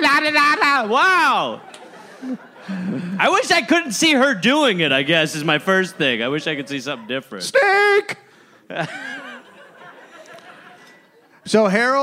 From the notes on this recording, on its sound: Recorded live in Phoenix, Arizona.